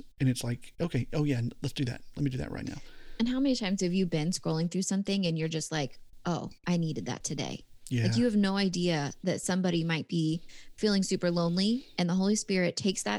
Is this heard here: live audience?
no